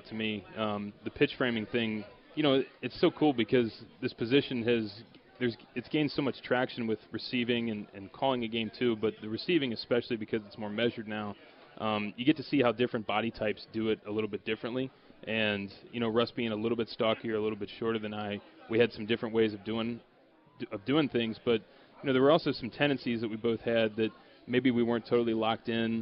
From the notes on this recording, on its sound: LIVE from PiratesFest at PNC Park